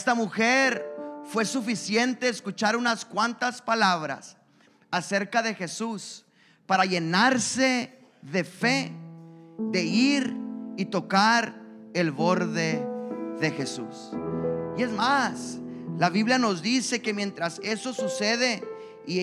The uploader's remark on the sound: a service recording from Connect Point UPC